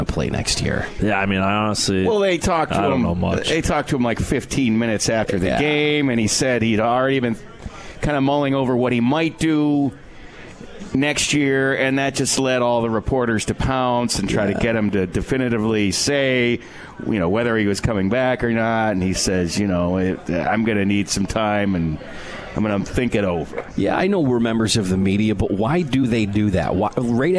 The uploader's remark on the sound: Live from Swifty's.